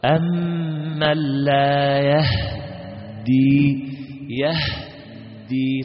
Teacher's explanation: تسكن الهاء وتشدد الدال · Term: الإسكان